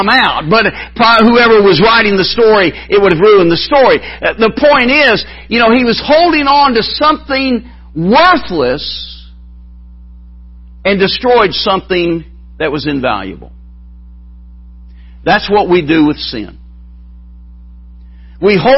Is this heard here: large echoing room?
yes